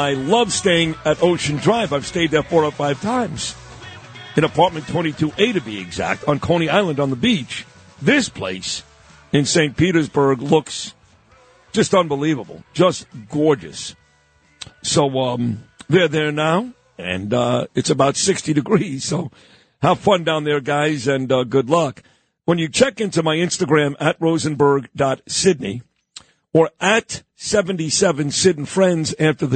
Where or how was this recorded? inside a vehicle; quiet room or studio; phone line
phone line